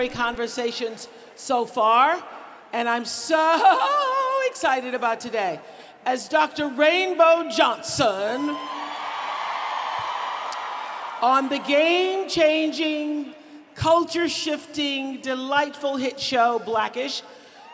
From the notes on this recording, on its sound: In front of a live audience in Dallas, Texas.